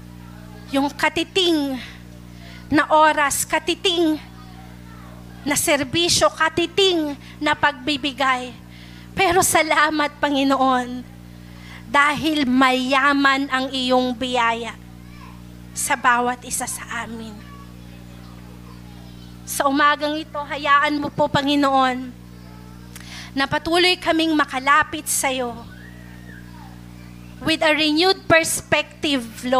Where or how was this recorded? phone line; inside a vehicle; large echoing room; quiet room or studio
large echoing room